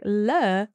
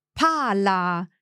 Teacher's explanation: towards the palate with the tip of the tongue pointing a little bit up towards the teeth · Term: L sound